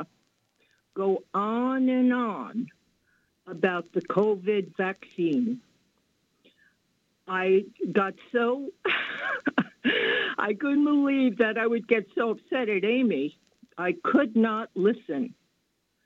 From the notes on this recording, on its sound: Call-in into the station.